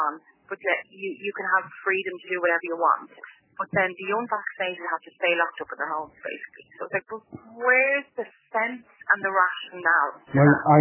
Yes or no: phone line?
yes